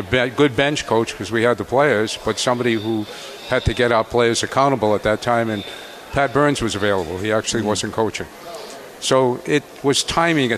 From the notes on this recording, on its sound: live from UBS Arena